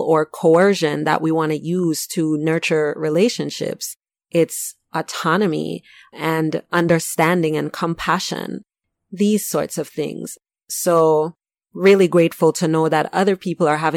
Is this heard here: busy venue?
no